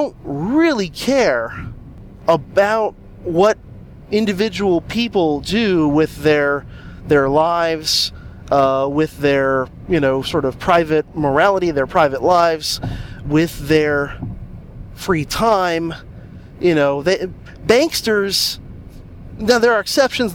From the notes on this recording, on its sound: This is a guerrilla episode done in the car